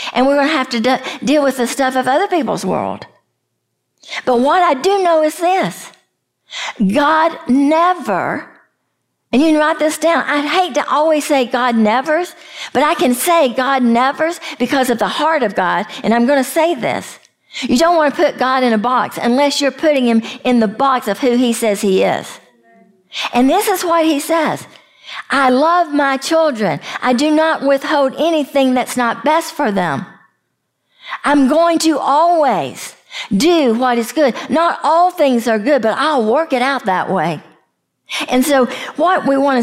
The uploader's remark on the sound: we share a live session from the Breathe Retreat